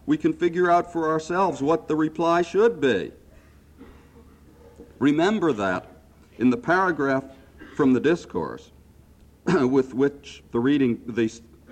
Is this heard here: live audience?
yes